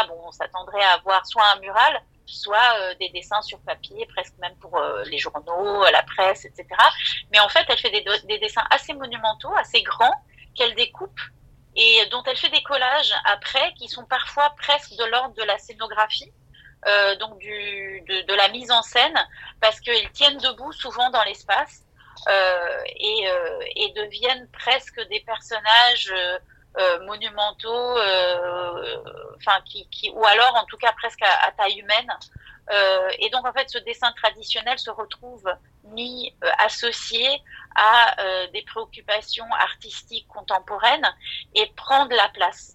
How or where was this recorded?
phone line